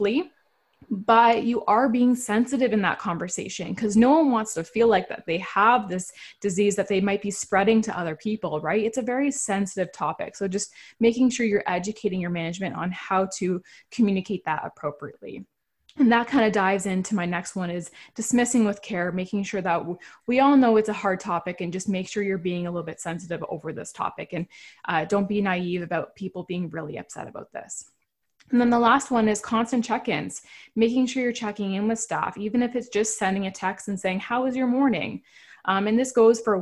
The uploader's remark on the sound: we share a live webinar we hosted